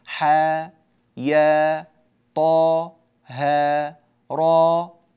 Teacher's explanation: في القرآن تنطق بالقصر يعني من غير همزة، تسمى لغة القصر